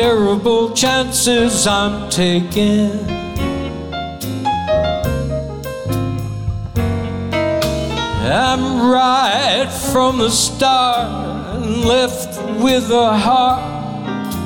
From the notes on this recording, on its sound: Live at the SouthPoint Casino